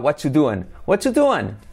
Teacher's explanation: El what are you doing se comen en el R y entonces contraen la T con la Y.